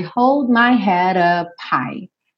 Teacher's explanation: O head, para juntar no up, esse D ficou rarara.